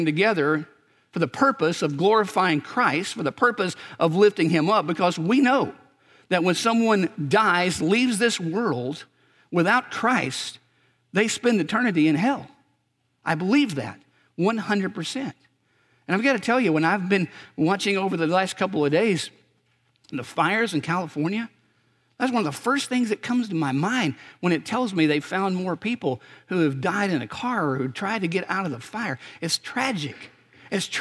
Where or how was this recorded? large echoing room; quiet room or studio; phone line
large echoing room